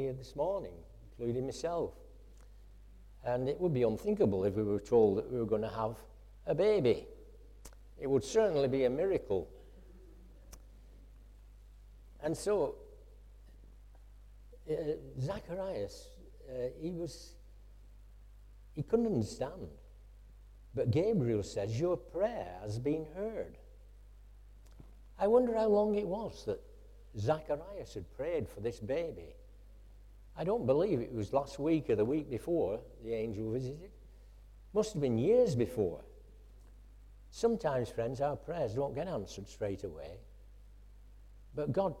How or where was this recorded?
large echoing room